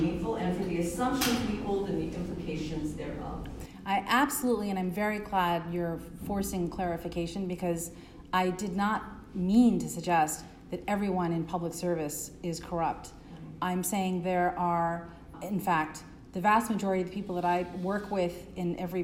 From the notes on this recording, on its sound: Delivers Remarks at the President's Church. To congregants at St.